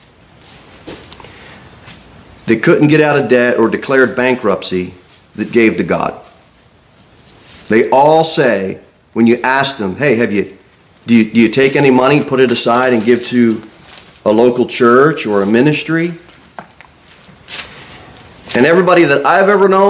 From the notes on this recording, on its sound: Sermon delivered at Pilgrim Baptist Church on Sunday, December 31, 2023, at 11-15 am. Pilgrim Baptist Church, located at 229 W. Jere Whitson Rd. Cookeville, TN 38501.